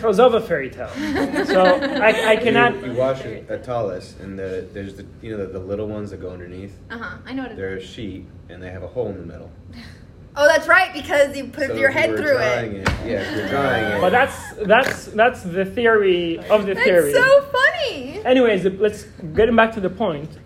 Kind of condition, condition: setting, live audience